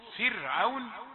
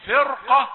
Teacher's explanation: في فرعون مرقق، في فرقة مفخم